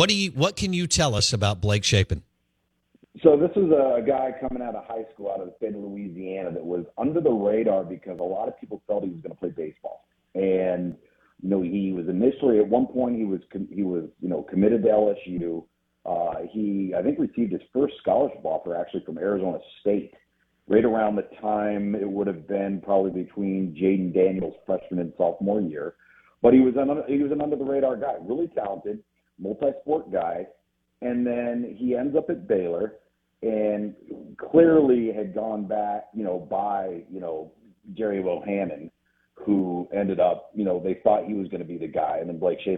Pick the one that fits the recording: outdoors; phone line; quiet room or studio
phone line